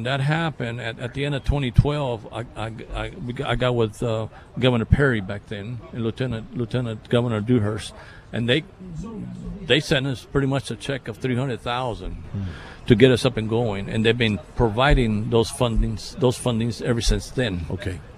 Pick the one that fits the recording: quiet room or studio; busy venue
busy venue